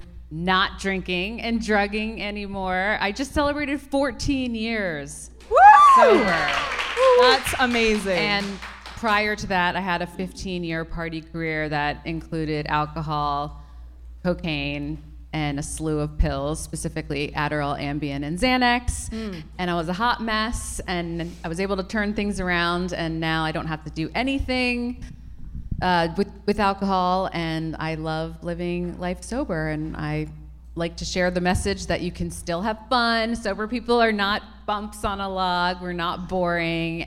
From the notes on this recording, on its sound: A Sober Girls Guide Live Podcast Event. This is the recording from our live podcast event in Los Angeles. The panelists were on point and were raw and candid with our live audience. The non-alcoholic drinks were flowing and the Sober Girls were mixing and mingling.